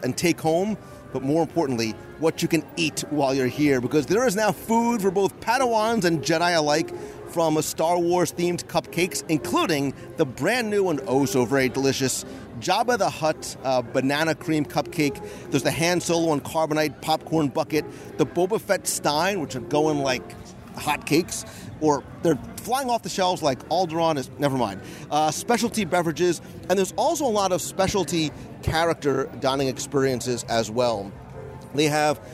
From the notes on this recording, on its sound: Star Wars Dine-In Galactic Breakfast at Sci-Fi Dine-In Theater LIVE Review! In our convertible as we drive and dine-in at the Star Wars Dine-In Galactic Breakfast for a live review.